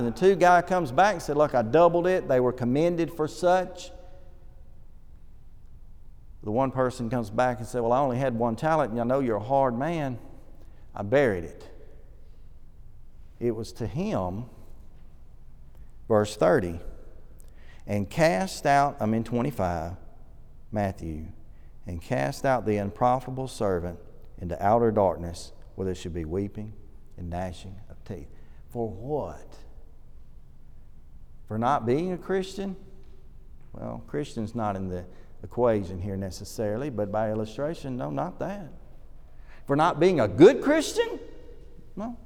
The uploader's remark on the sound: This lesson was delivered at the Oneonta church of Christ during their summer series